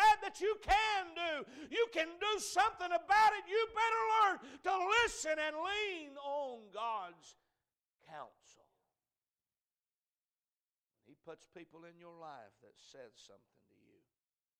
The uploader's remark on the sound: A message preached at Crossroads Baptist Church